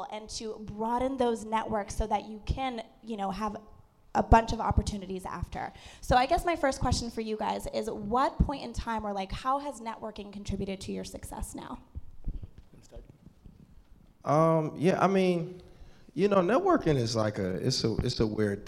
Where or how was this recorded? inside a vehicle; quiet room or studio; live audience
live audience